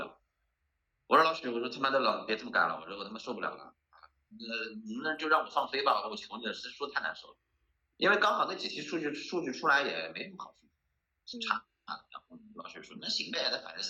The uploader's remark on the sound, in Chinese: 我们远程用视频会议录制